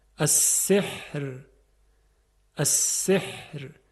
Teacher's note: اگر حرف را در وقف ساکن بشه، قبلش هم ساکن باشه و قبل از اون کسره باشه، در این حالت ترقیق میشه